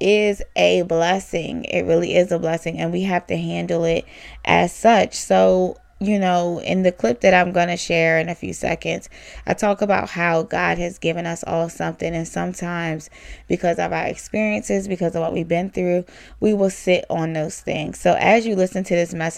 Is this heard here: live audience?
no